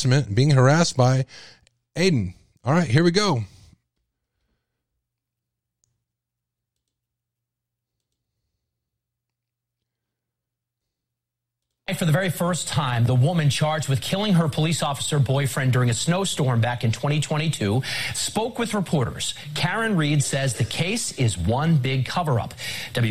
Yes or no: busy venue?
no